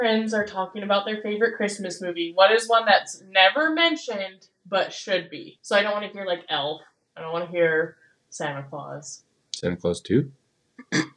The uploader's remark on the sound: We know the audio quality is not great and we apologize for that. This was our first time recording in the same room!